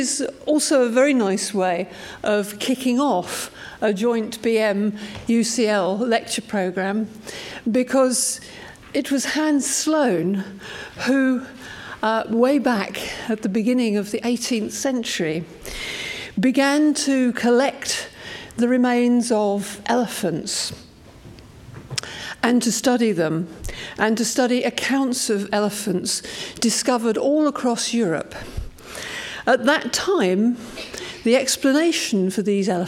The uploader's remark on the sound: Lunch Hour Lecture on tour at the British Museum